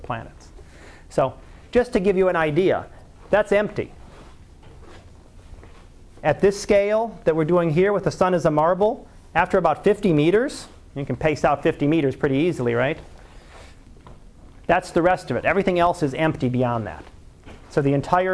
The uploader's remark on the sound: Live Class Lecture